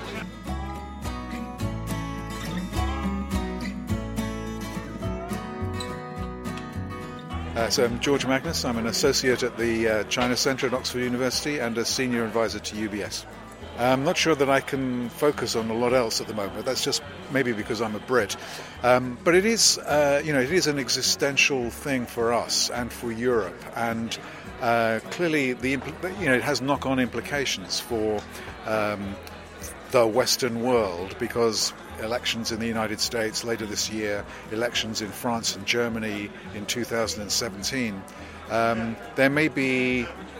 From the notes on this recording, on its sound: Economists, analysts and bloggers in attendance at the FT's Festival of Finance.